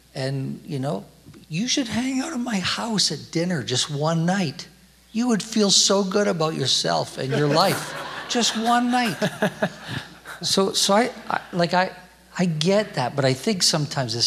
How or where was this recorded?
live audience